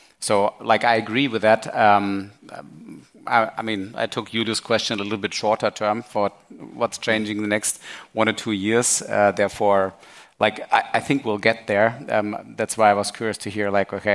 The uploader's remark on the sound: part of the recording from the ARRtist Summit 2023 Sales Panel